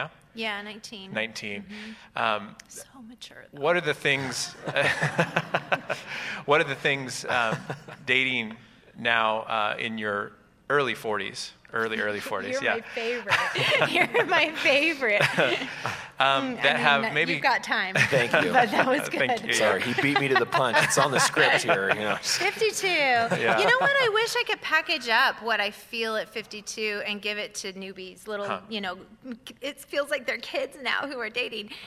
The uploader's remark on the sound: Recorded Live. Live at Westside Church.